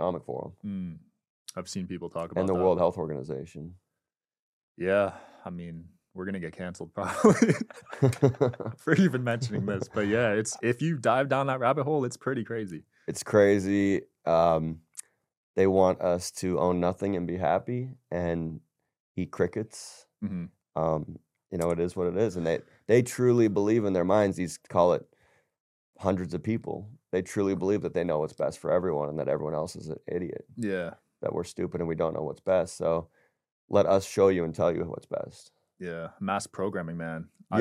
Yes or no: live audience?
no